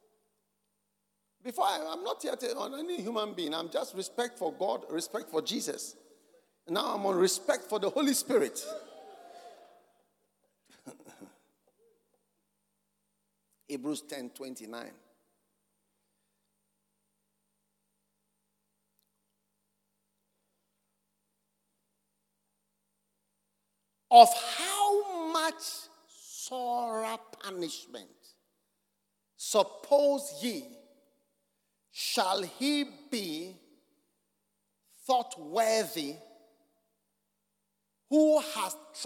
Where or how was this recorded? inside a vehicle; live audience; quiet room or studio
live audience